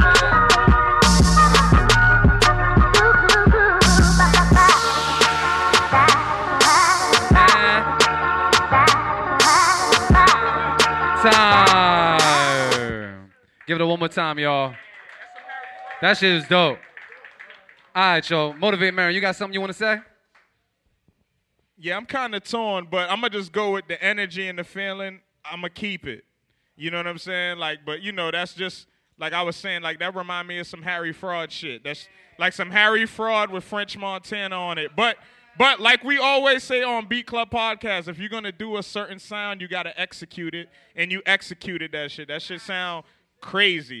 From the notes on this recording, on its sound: The Beat Club Podcast LIVE stopped by WonderBar in Allston, MA, to put on our monthly live show for producers. New faces & new beats were in the building during our open producer showcase, plus new competition hit the stage during "Keep It or Cut It" Live.